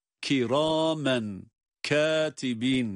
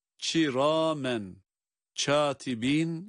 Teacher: K, K, estesiyle ki, kiramen, katibin şeklinde olmalı. Şimdi bunu yöresel bir ağızda ç'ye yakın, bakınız ç harfine yakın bir sesle · Shown in: second take · çiramen, çatibin şeklinde okumak yanlış olduğu gibi.